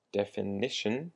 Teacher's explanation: the emphasis on the ni, the n sound